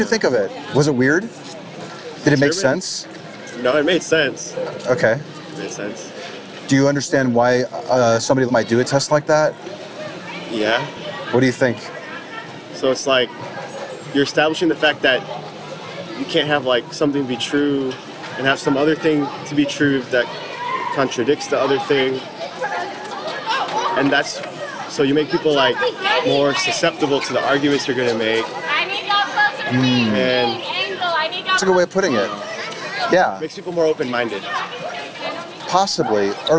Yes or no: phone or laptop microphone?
yes